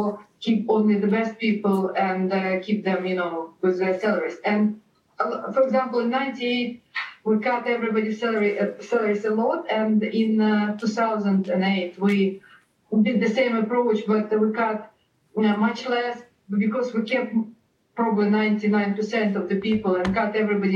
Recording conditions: video call